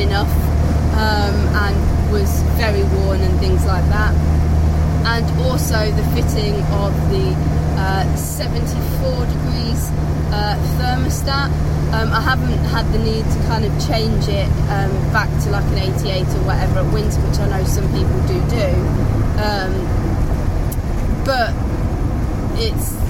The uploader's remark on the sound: all recorded from my 1968 Morris Minor, Peggy.